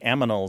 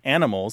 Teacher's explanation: aminals instead of animals because it's a common metathesis, the transposition of the sounds